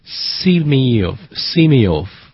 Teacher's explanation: 我们只是轻轻的加了一个非常轻微的连读音叫做 E